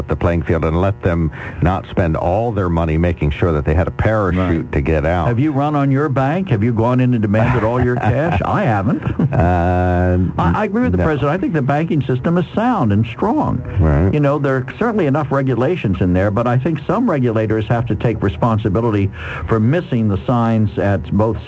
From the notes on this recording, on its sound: During open phones.